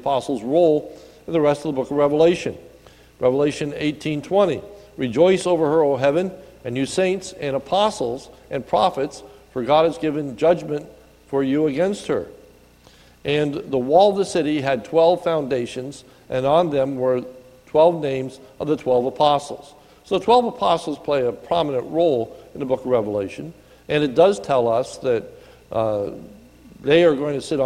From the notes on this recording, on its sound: This is a sermon recorded at the Lebanon BFC on 2/10/2019 during the evening service.